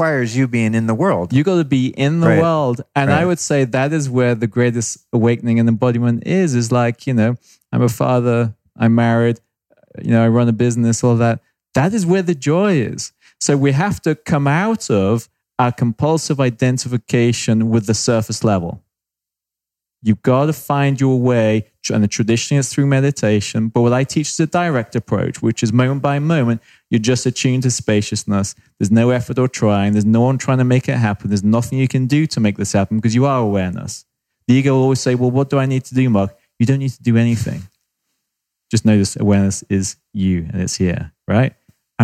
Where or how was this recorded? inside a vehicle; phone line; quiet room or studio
quiet room or studio